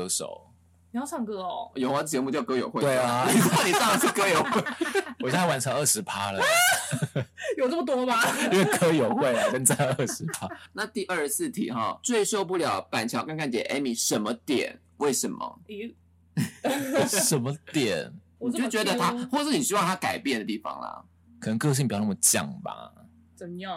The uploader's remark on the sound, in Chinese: 本集節目音質有爆音的危險性，音量請注意控制並小心耳膜痛痛。